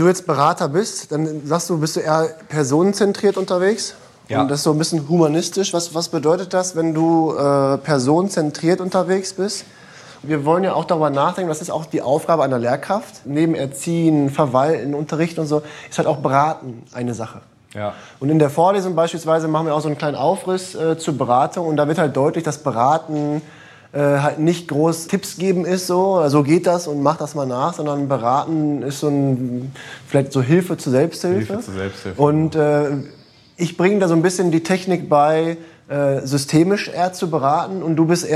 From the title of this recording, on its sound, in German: Live im Uniseminar